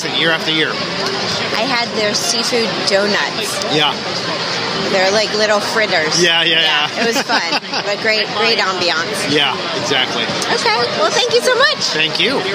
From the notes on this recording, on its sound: On site recordings. Time at the Newport Mansions Wine & Food Festival!